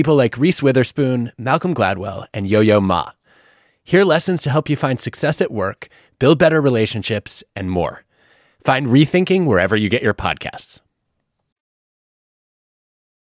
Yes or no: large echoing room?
no